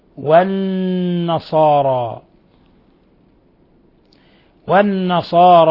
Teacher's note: النون مشددة تغن مقدار حركتين، حرف غن مشدد يغن مقدار حركتين، والنصارى، والنصارى أولياء، مد منفصل لانفصال حرف المد عن الهمز في كلمة أخرى، يمد من 4 إلى 5 حركات، تقدم نظيره.